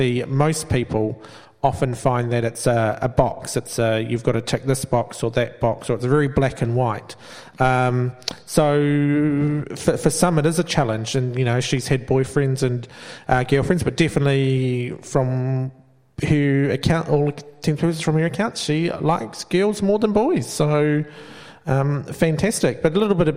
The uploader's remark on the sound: live at Venue 409